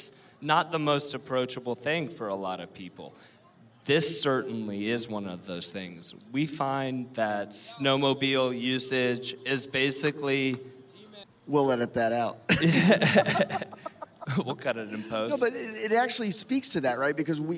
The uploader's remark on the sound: LIVE from LONG BEACH